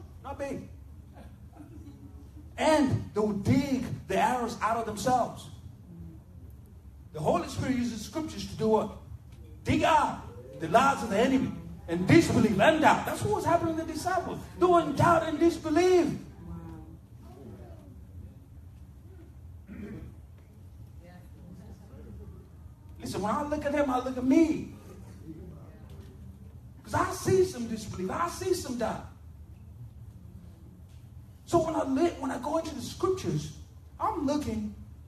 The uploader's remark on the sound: We had some technical difficulties and as a result there is poor sound quality and we missed the ending of the message.